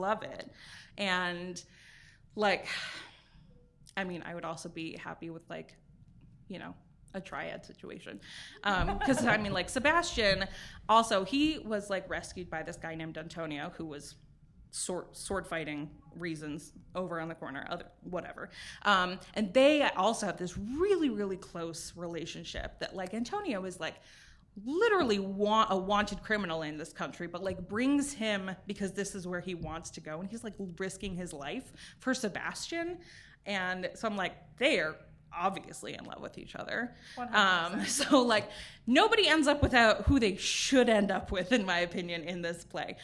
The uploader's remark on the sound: This is our live show from Treefort Music Fest 2022.